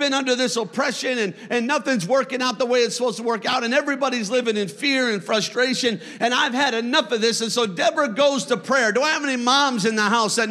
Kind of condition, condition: setting, large echoing room